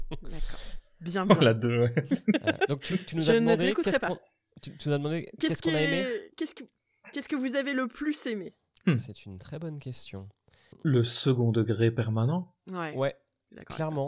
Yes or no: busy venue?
no